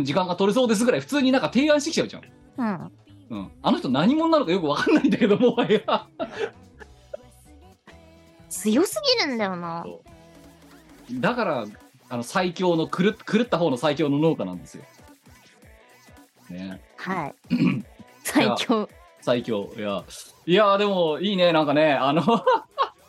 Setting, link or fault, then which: link, video call